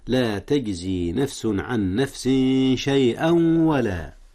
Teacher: إدغام بغنة، حيث أدغم التنوين في الواو، والواو من أحرف الغنة